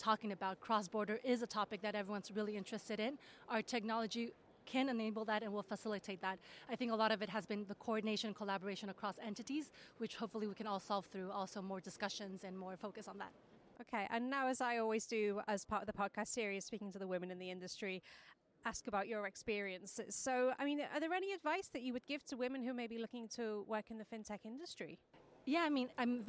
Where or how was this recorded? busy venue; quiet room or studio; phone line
busy venue